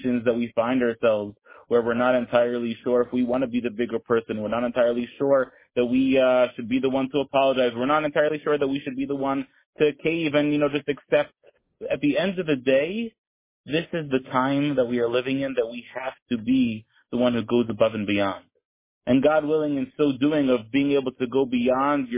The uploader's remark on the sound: Tehillim Call